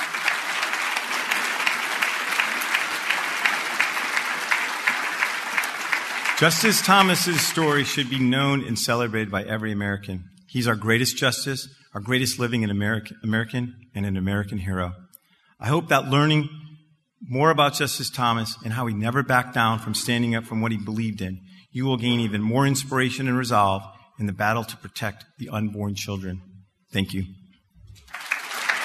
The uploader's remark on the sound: This was the topic of his Lunch Time Keynote Presentation on Saturday March 11th at the 2023 BABL Convention.